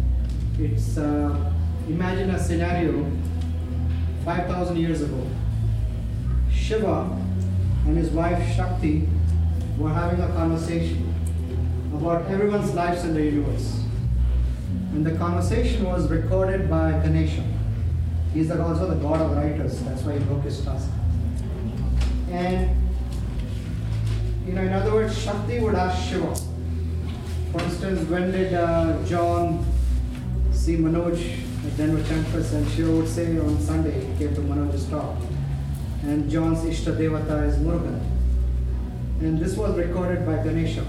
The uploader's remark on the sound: Captivated a roomful of attendees. I recorded this on the fly — so my apologies if the sound isn’t the best.